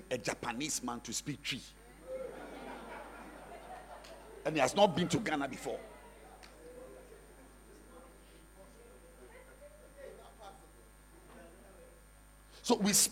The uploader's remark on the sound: Preached At The Art Of Evangelism Conference